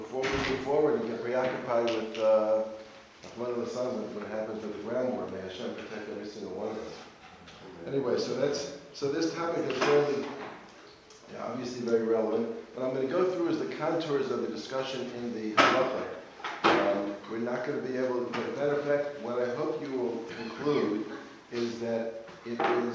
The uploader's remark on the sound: Recorded live at The Torah Center ATL on October 22, 2023